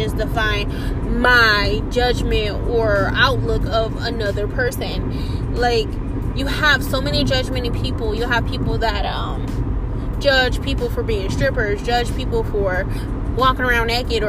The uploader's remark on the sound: I was in the car as usual